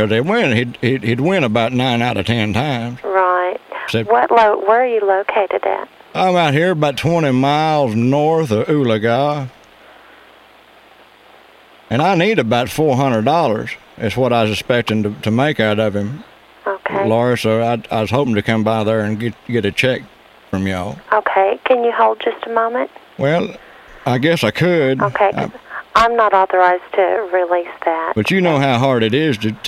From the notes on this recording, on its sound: Prank Phone Calls